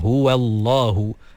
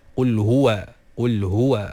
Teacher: Kemudian waw berbaris atas masuk dalam lam, pada lafzul jalalah, nama Allah SWT, huwallahu. Pastikan waw tu nipis.